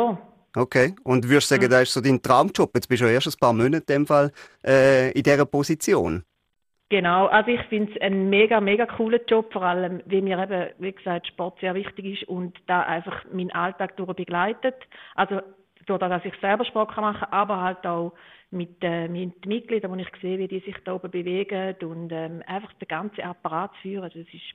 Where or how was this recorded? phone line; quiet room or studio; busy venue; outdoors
phone line